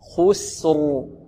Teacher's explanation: نفخم الخاء، نرقق السين، نفخم ماذا؟ نفخم الراء